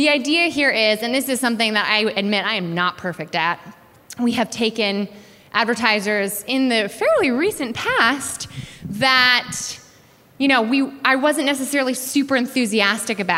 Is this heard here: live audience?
yes